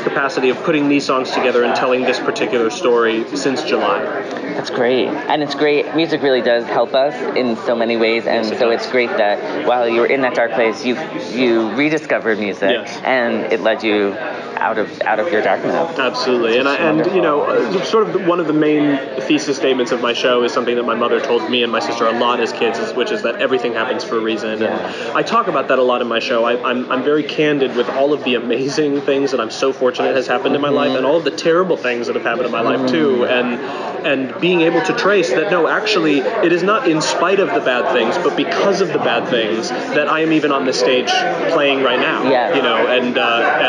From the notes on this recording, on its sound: live from Feinstein's/54 Below press day